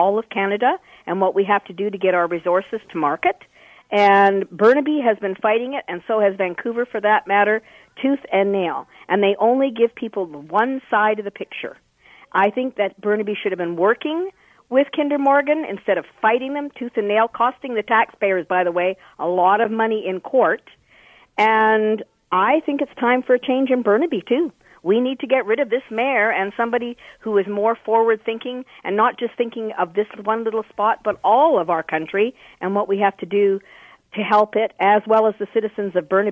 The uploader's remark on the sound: opens up the phone lines